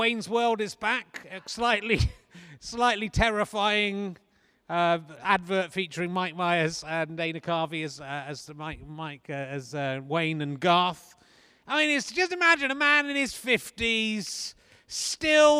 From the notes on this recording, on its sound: At the Clapham Grand in South London. A virtual audience are on the TV screen beside him. The socially distanced guest.